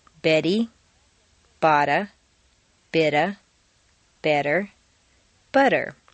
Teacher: all of the T's are in weak positions, so they all sound like soft D's